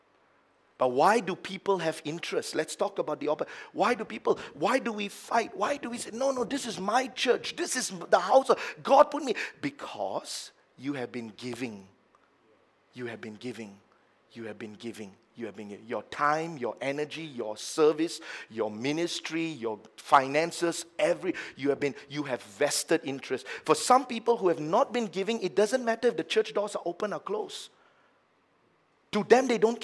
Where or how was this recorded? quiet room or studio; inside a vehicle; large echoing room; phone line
large echoing room